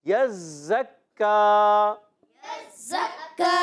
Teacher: زا کی ادائیگی سی ٹی کے ساتھ، زا سی ٹی سے ادا ہوتا ہے